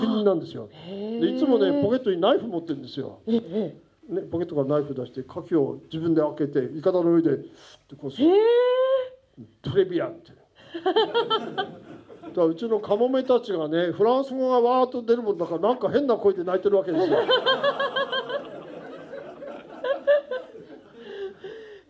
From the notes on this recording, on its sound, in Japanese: 宮城県気仙沼市のNPO法人『森は海の恋人』のトークイベントの模様をお届けします。